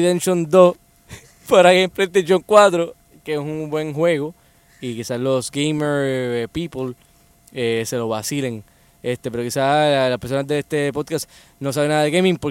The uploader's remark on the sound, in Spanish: Grabamos en la antesala de un ensayo. Pero terminamos haciendo un roadtrip de barras riopiedrenses.